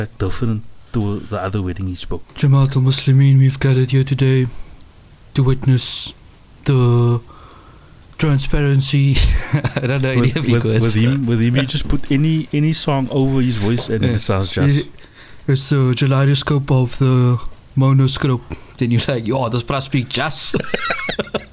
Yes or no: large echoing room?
no